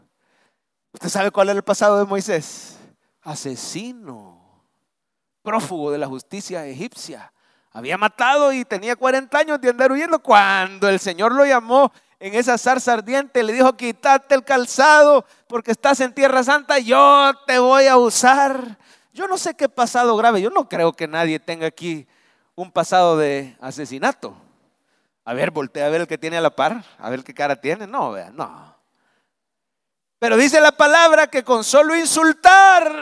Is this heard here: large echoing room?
yes